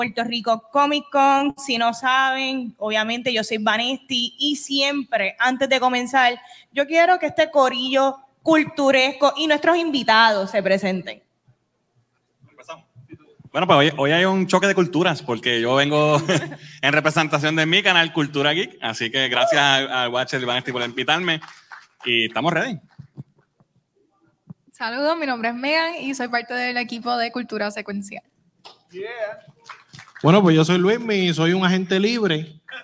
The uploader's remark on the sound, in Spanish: Grabación ¡EN VIVO! De nuestro panel en el Puerto Rico Comic Con 2022.